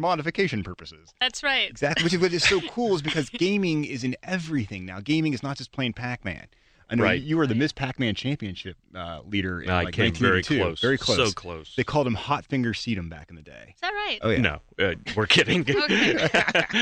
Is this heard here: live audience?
no